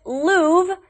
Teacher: Most Americans just say it Louvre, even though there's an R in there. We don't really pronounce it